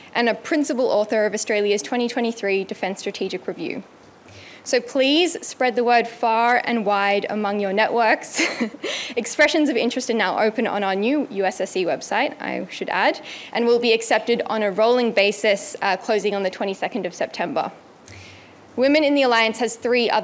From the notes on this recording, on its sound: We share a recording of the panel discussion at the launch event for USSC’s new Women in the Alliance initiative.